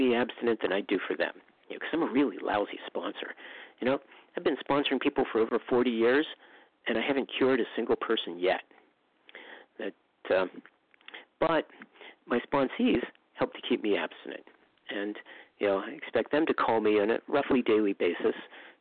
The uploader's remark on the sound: From the 100 Pounders Phone Meeting, 6/26/23.